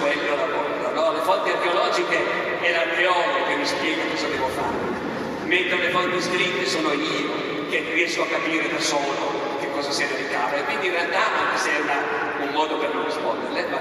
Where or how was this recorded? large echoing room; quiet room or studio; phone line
large echoing room